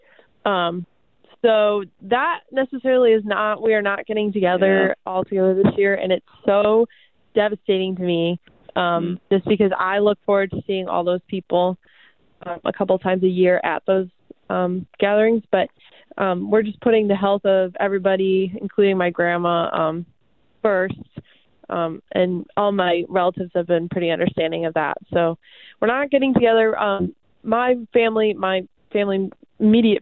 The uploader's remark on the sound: Thanks to the technology at 88.5 - KALA-FM, St. This episode was recorded through the phone.